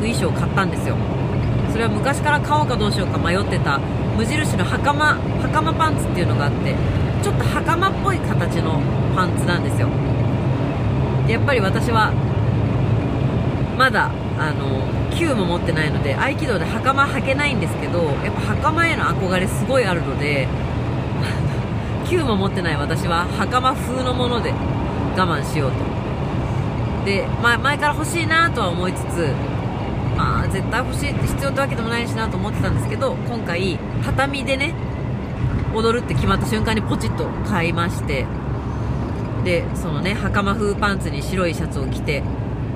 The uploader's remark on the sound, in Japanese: 熱海未来音楽祭に参加するために5時起きで熱海に向かう車の中から&踊り終わって帰る車の中から。